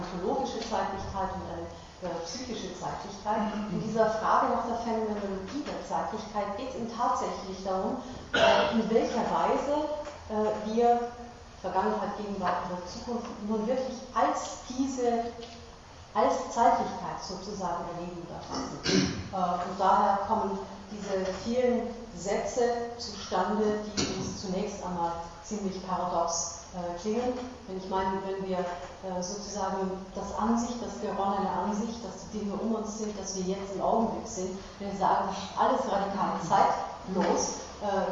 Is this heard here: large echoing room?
yes